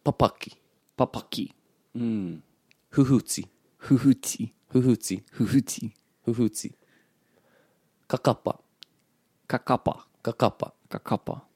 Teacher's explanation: These types of words, it's like the stress is on the second syllable.